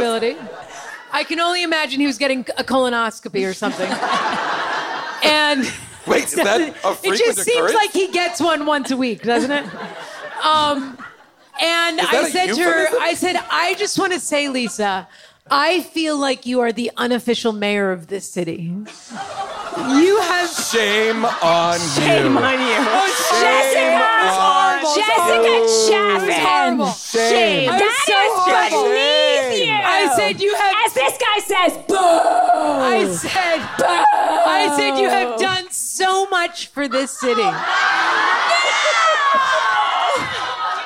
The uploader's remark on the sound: Live from Largo